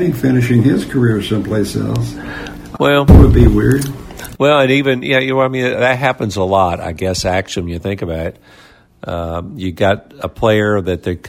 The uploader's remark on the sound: Is LIVE from the Country Music Hall of Fame in Nashville!